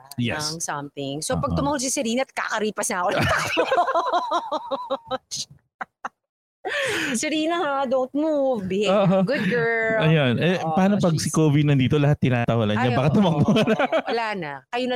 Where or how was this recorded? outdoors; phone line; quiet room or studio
outdoors